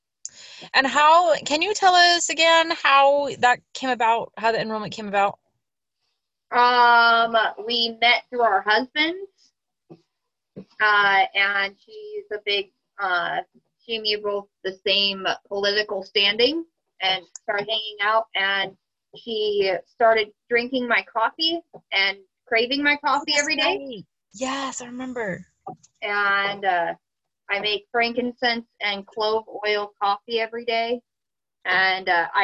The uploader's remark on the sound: Sitting in the Car - PHONE Biz Zoom!